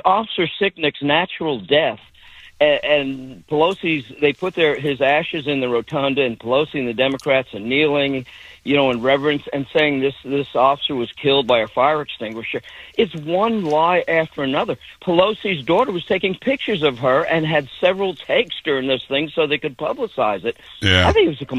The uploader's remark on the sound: Takes Your Phone Calls.